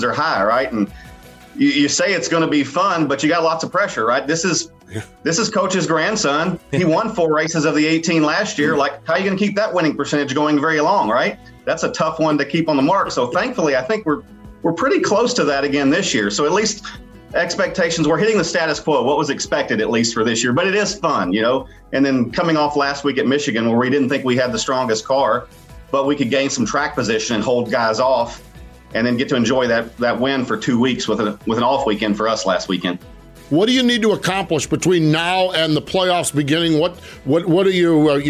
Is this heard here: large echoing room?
no